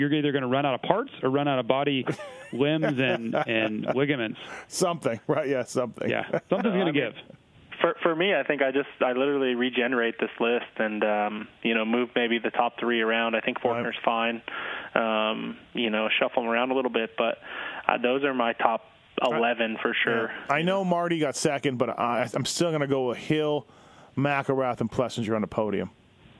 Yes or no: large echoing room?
no